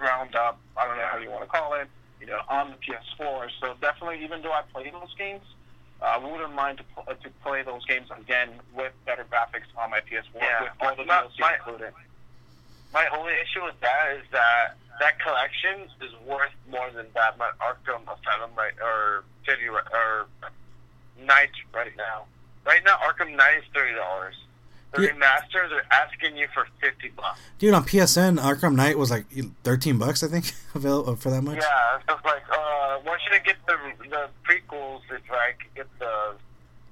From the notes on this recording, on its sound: The audio is a bit weird since we were in a 3 way call